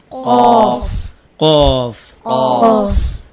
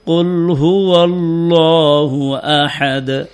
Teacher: জিহ্বার গোড়া তার বরাবর উপরের তালুর সঙ্গে লাগায়া একটি হরফ উচ্চারিত হয়। হরফটি হচ্ছে কফ।